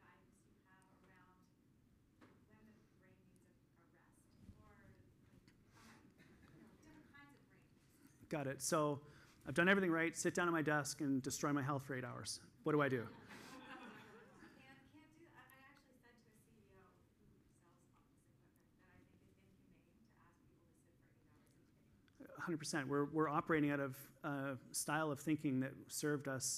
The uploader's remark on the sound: This week I'm sharing the second session that I did at the EPIC Conference in Toronto in December of 2022.